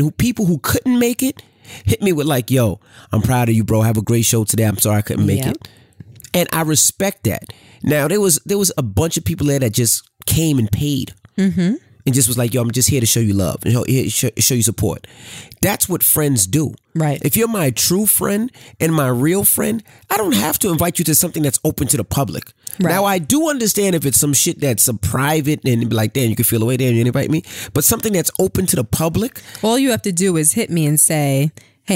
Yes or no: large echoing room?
no